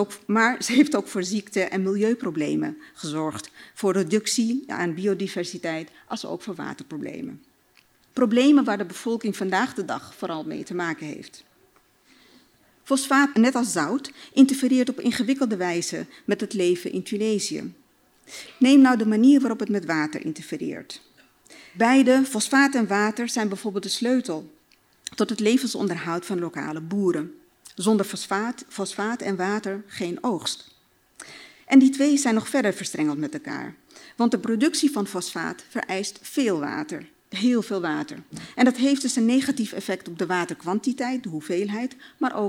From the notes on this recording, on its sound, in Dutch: vertelde op het Betweter Festival